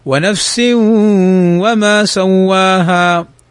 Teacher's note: تنوين أتى بعده الواو، والواو من حروف الإدغام بغنة